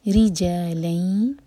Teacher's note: رو کے نیچے کسرا تو رو باریک، ری جا جا دوہر کا لمبا، ری جا لئیں لام پر فتح کی تنوین، سلائڈنگ تنوین ہے، اس کے بعد ہے یا، تو ہم کریں گے ادغام غنہ کے ساتھ، دو سیکنڈس کا ٹائم دیں گے.